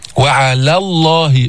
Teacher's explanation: فخمنا لام لفظ الجلالة لأنه سبقها فتح، مرة معنا، لام لفظ الجلالة تغلظ إذا سبقها فتح أو ضم، وترقق إذا سبقت بكسر.